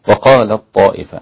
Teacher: من أول اللام إلى الطاء مباشرة، التاء ليس لها نطق أبدا. طبعا الطاء غلبتها لأن الطاء من نفس مخرج التاء وهما من المتقاربين. · Term: مدغمة